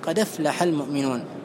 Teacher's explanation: تنقل حركة الهمزة إلى الساكن قبلها وتسقط الهمزة، فتصير قد أفلح المؤمنون. · Term: النقل